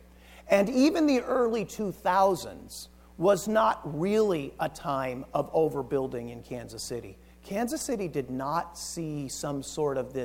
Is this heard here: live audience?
yes